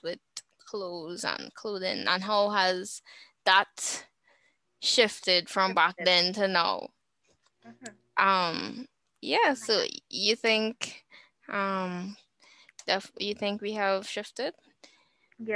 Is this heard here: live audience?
no